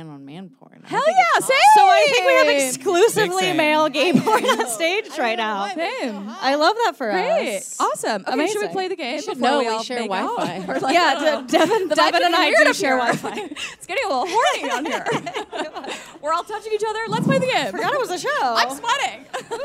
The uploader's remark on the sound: Performed a live show at Caveat in New York City.